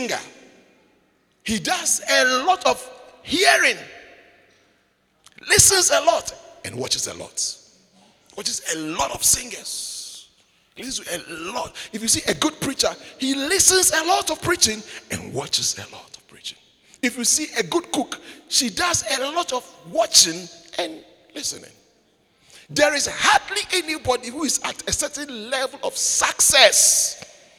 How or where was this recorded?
large echoing room